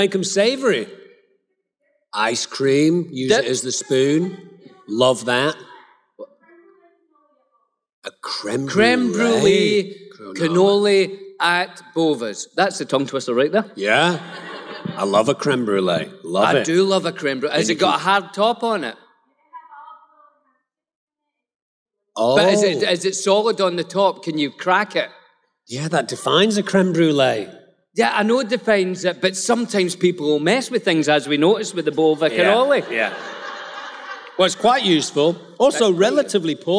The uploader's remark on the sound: Live at the Fan Expo in Boston!